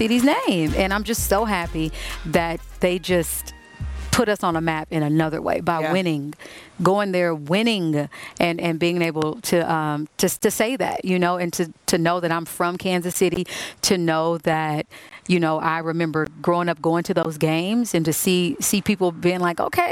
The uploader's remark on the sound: live from All-Star Weekend in Salt Lake City!